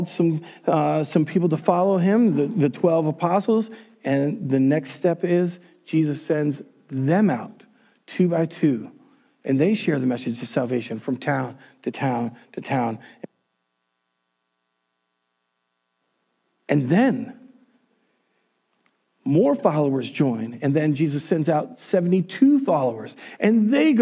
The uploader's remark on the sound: Recorded on January 31, 2021 at Word of Life Church in Le Sueur, MN.